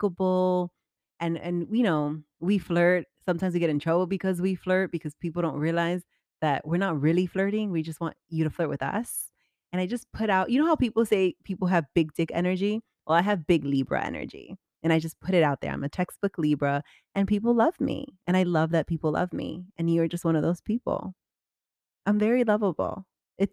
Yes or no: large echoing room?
no